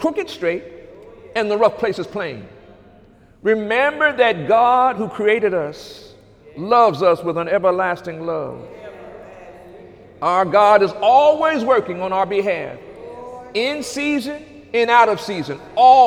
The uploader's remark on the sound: During Sunday morning service